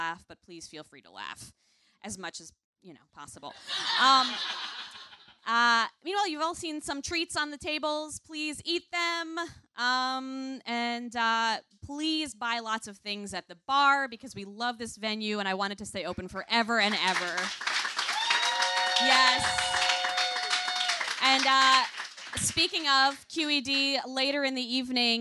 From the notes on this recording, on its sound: Live at Q.E.D. In Astoria, Queens.